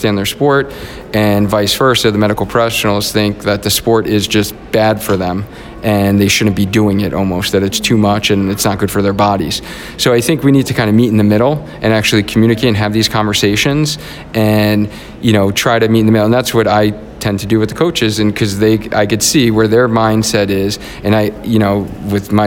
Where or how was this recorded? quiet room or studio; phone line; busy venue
busy venue